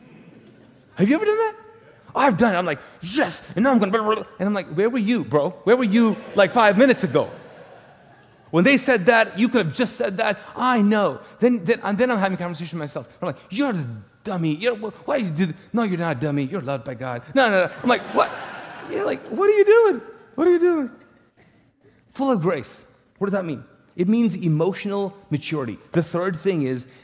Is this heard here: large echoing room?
yes